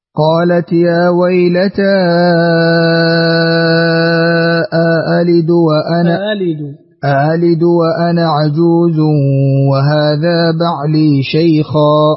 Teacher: ورش على فتح يا ويلتا والإشباع في المنفصل، تسهيل الهمزة الثانية بلا إدخال